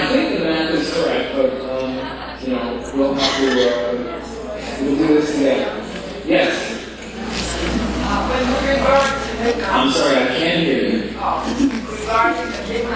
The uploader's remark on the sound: Presented at the &quot;Challenges and Choices for a Better World: Energy, Economics, and the Environment&quot; conference in New Orleans, Louisiana, on 8 September 1991.